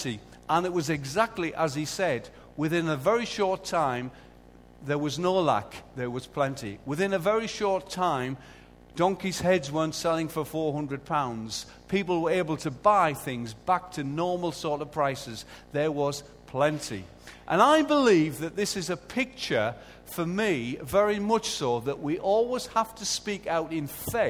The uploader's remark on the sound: Recorded live at Life Church Lancashire on Sunday 6th April 2014.